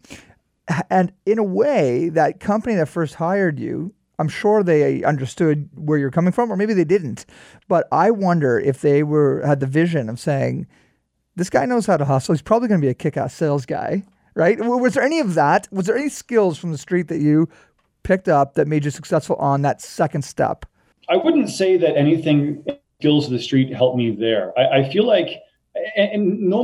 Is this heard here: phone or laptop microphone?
no